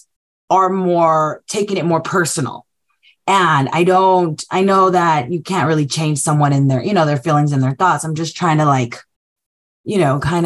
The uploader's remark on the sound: This webinar was originally recorded. In this coffee talk, we hear grantmakers, scholarship providers, and community foundations share challenges. Communicate For Good Webinar Recording.